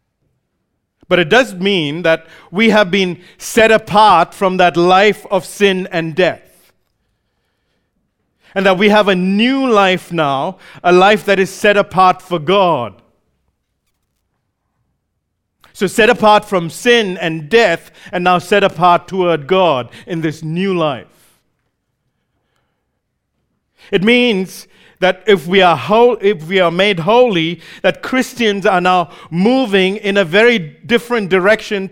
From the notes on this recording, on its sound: recorded live at Grace Community Bible Church